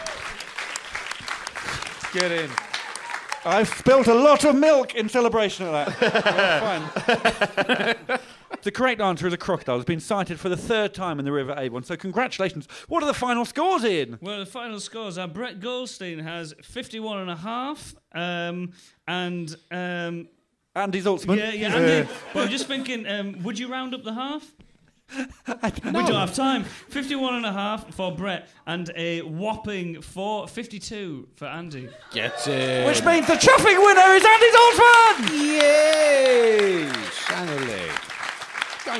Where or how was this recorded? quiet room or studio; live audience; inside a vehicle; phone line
live audience